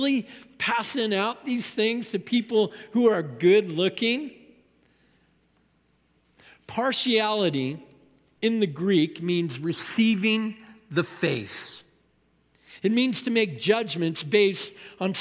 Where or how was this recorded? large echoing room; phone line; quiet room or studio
large echoing room